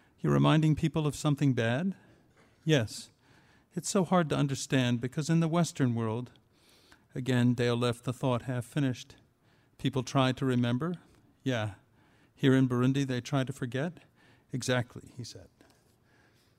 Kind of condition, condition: setting, live audience